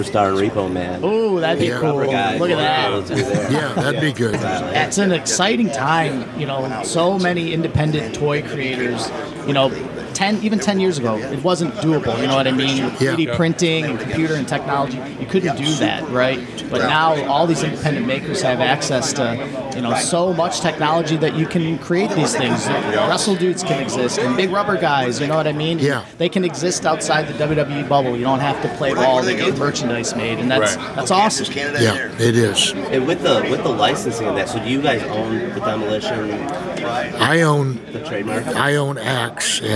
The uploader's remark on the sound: We are live at Astronomicon